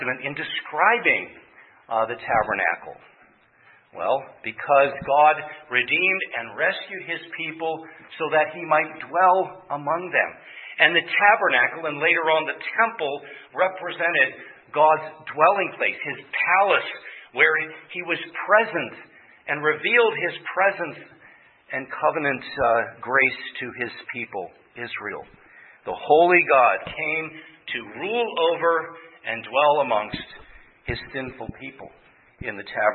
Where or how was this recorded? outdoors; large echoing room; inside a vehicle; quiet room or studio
large echoing room